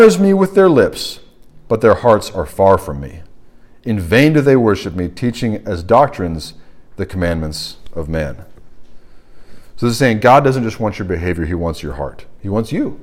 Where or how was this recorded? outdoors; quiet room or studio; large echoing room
large echoing room